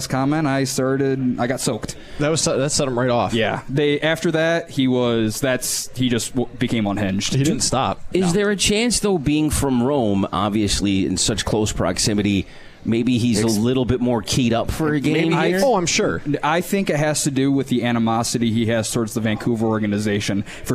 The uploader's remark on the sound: Live from Swifty’s